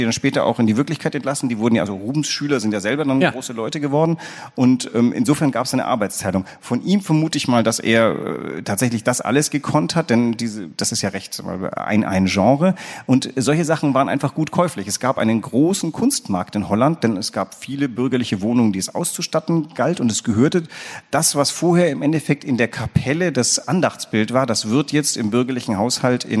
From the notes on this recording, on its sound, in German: Zur Podcast-Premiere vor Publikum in der Kunsthalle.